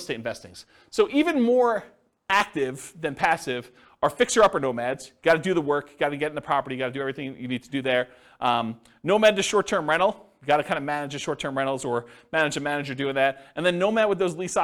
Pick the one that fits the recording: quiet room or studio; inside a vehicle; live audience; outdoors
live audience